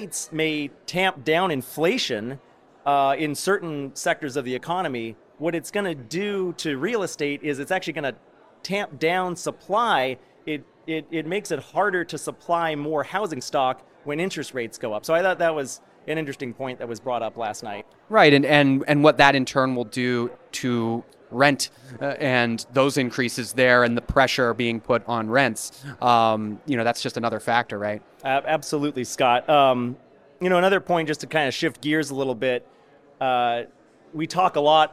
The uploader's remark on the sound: Live At IPAVision 2022